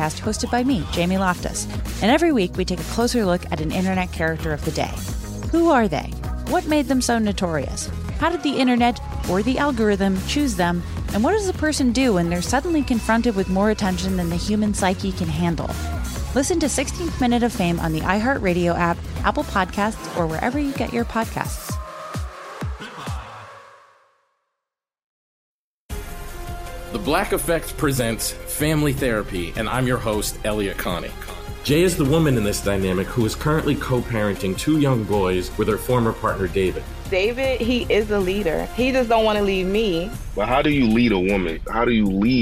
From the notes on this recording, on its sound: Phone prank style.